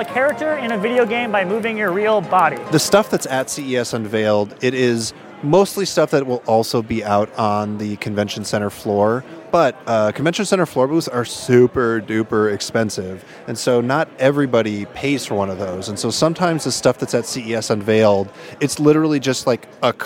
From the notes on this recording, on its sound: CES 2018. What we did do was collect a bunch of audio recorded throughout the show — including clips from Circuit Breaker Live — to give you an idea of what it’s like to be at CES, and what kinds of things we saw this year.